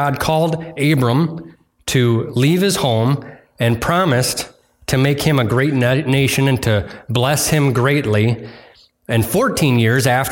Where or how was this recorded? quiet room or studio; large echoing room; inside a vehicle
large echoing room